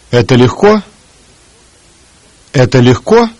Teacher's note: The combination Г, К is pronounced in some words as Хк.